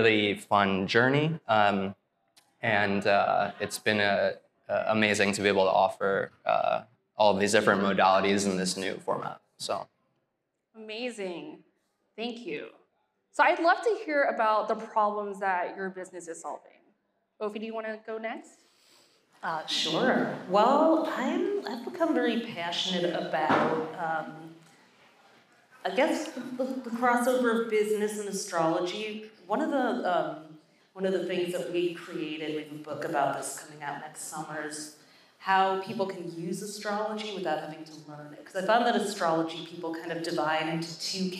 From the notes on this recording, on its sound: Hosted at the Shopify NY space in Soho, NYC